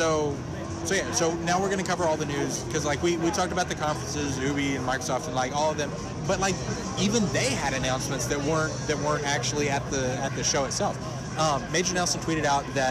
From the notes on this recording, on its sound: Live from Let's Play Gaming Expo! We are LIVE from Let's Play Gaming Expo.